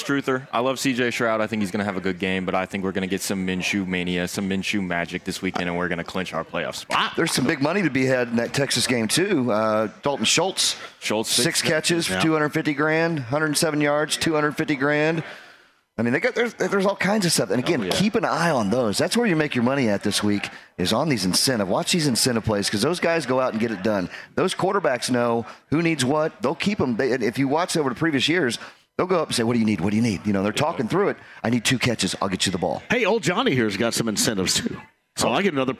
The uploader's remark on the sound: kicks off the show LIVE from Crafters in Carmel